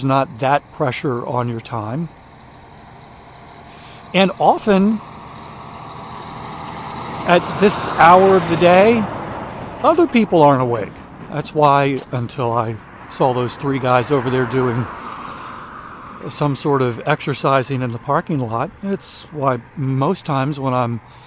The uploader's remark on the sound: During today's ten-minute walk